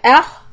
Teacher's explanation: this alif is soft and خَا is heavy